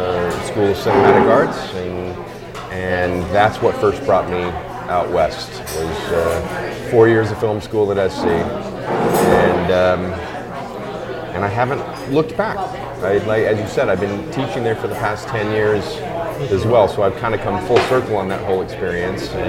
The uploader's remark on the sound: This episode was recorded live at The Nook restaurant in Encino and there may be ambient.